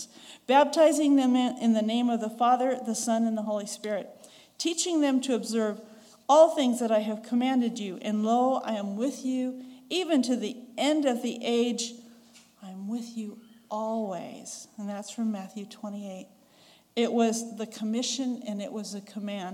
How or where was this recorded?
large echoing room